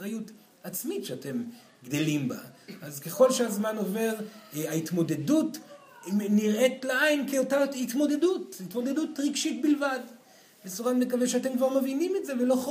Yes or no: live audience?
yes